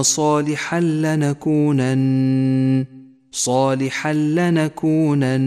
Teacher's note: التنوين وبعده حرف اللام إدغام بلا غنة، يسقط التنوين من اللفظ، ولذلك هو رمادي اللون ويشدد الحرف التي بعده، صالحا لنكونن.